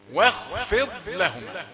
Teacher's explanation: نريد أن ننتبه إلى الواو التي قبل الحرف المفخم وهذه مرققة